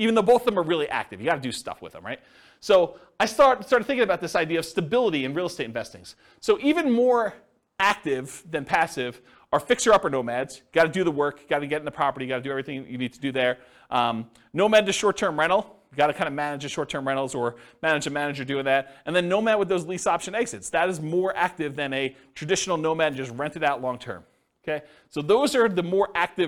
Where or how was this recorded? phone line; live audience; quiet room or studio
live audience